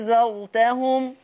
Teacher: الهمزة التانية هي اللي هتتقلب ألف. أيوة فما بقاش في همزة تانية، فهتقولي أنذرتهم.